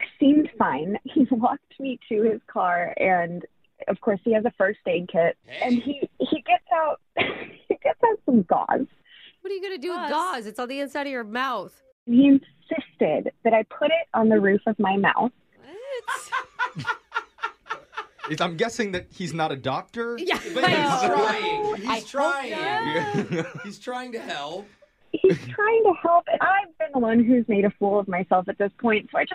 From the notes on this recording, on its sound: The woman on the phone today